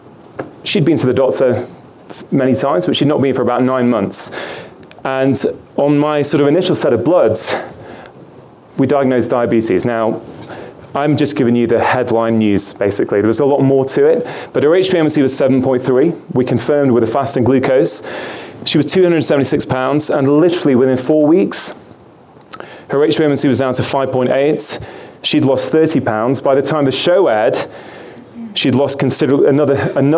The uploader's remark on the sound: 2016 Low Carb Vail. You will hear various lectures from that conference.